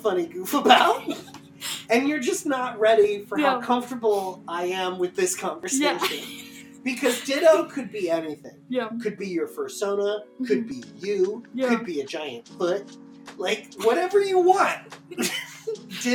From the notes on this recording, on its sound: Just finished editing this due to microphone troubles galore. EDIT: I take full responsibility for how icky the audio balance is. Audio reuploaded better now.